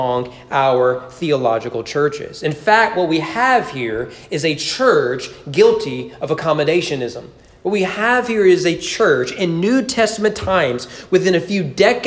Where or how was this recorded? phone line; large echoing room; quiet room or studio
large echoing room